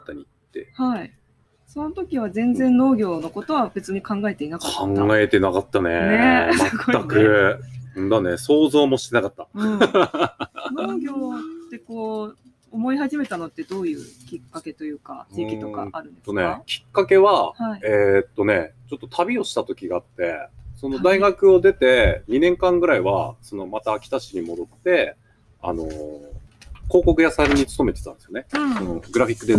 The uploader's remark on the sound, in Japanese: 今回は田沢湖刺巻ののどかな里山風景を眺めながら、贅沢な収録を行いました。